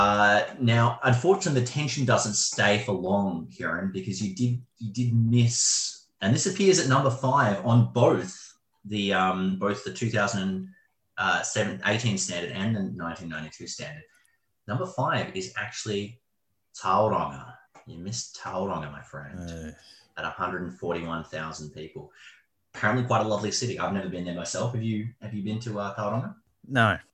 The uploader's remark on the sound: Melbourne relapses once again in its dangerous battle with lockdown addiction. We take once again to Zoom to podcast from the comfort of our own homes.